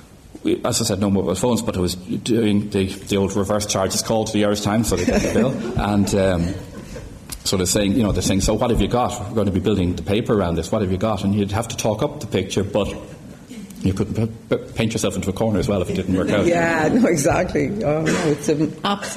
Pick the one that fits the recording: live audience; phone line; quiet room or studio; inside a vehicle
live audience